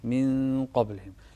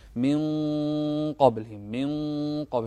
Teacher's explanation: التجويد المراد منه التسهيل، يعني لما تقول من قبلهم أنت بعدت صفة النون عن القاف من قبلهم، لكن التسهيل أن تذهب إلى صفة القاف من قبلهم من قبل، فتفخم الغنة لأن الغنة الشأن أنها تابعة لما بعدها تفخيما وترقيقا · Shown in: second take